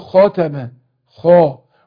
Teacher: فالتفخيم اعلى درجات تفخيم المفتوح الذي بعده الف، الدرجه اللي بعدها المفتوح الذي ليس بعده الف.